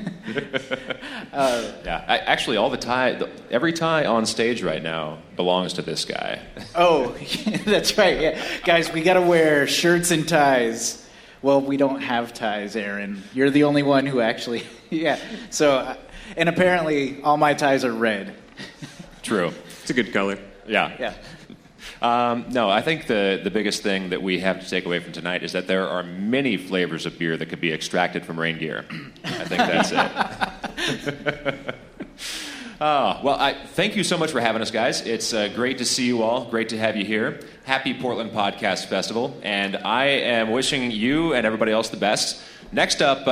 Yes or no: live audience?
yes